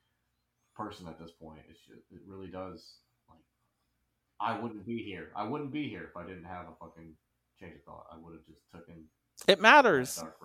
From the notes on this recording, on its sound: Mic got unplugged towards the end and he'll make sure to duct tape it into the laptop for the next recording.